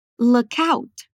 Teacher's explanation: Você notou que a gente junta a palavra look com a palavra out? O som que isso forma é o que a gente chama de linking sound, quando duas ou mais palavras passam a ter um só som.